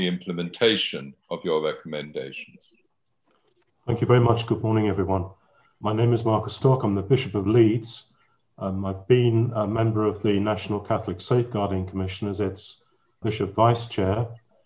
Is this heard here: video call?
yes